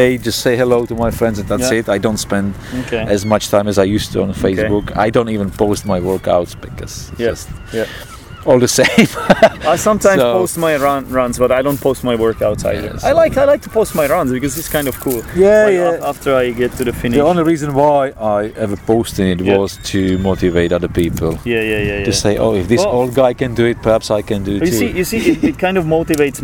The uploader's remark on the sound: Brighton (England) and the episode was actually recorded on the beach.